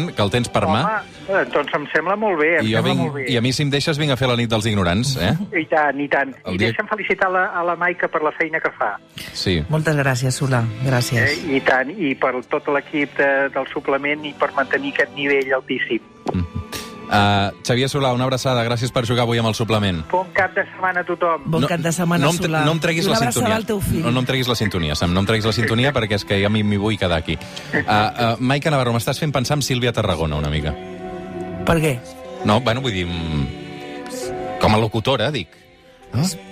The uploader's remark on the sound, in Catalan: Obrim telèfons per comprovar-ho en directe.